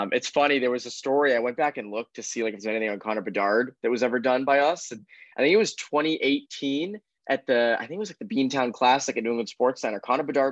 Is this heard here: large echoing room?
no